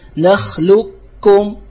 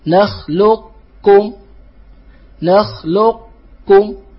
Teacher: الإدغام الناقص هو بقاء صفة الاستعلاء في القاف · Shown in: second take